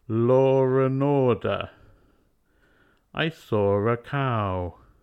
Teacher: Another exception is words ending with AW, like jaw, law, saw and roar, which, despite ending with W, all connect with R. Law and order.